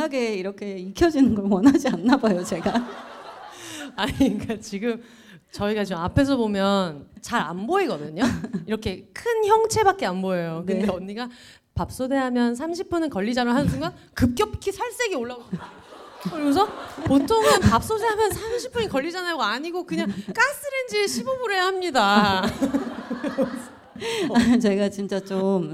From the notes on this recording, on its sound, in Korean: 공개방송 추석맞이 고향방문. In 대전. 명절을 맞아 해방촌 가족들이 청취자 여러분을 만나러 대전에 왔습니다! 명절답게 정신 없고 따수웠던 공개방송 현장.